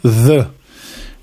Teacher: une consonne fricative dentale voisée